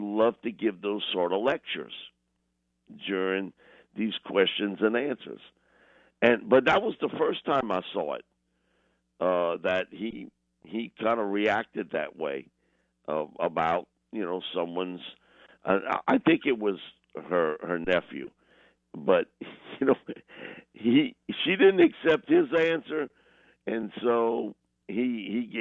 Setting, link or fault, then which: link, phone line